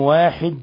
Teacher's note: لما وقفنا على لفظ واحد فإننا سكننا الدال نقلقل